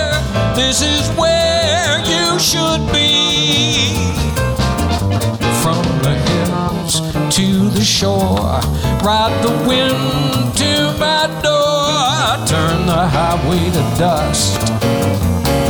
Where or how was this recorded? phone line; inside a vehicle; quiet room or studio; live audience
live audience